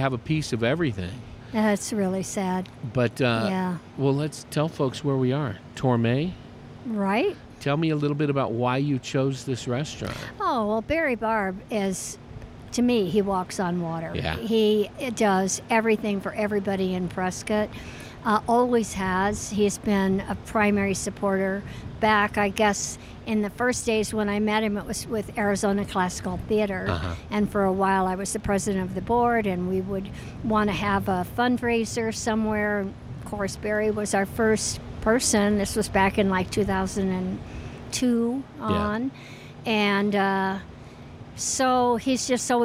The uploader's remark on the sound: Today’s show was recorded at Torme , in Prescott, AZ. Today’s show was recorded at Torme , in Prescott, AZ.